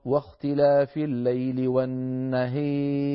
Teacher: يميل الألف التي قبل الراء المتطرفة المكسورة، فلذلك هنا نحن نميل فنقول واختلاف الليل والنهير لآيات.